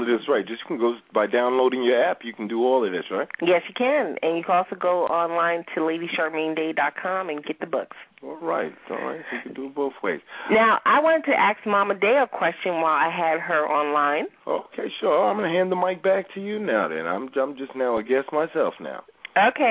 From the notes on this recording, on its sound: We also have a special guest star call in.